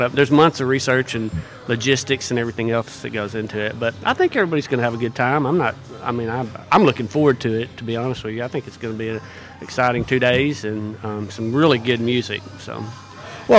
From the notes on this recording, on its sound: Downtown Jonesboro BBQ & Music Festival, LIVE from J'Town's Grill. RWRC Radio on 95.3 The Ticket/AM-970, Ritter Communications Tubetown 21!